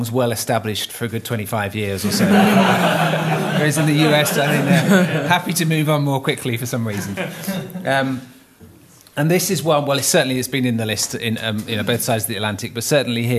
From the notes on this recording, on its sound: Live at Worship Songwriting Retreat. Recorded live at the Worship Songwriting Retreat in Yorkshire.